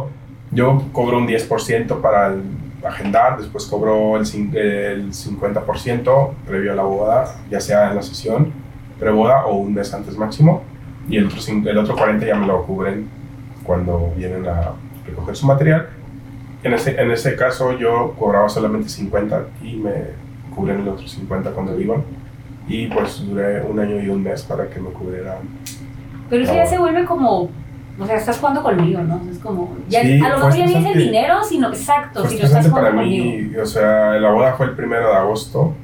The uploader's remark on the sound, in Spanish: En éste primer episodio hubo una falla técnica con el audio, por eso la mala calidad del mismo.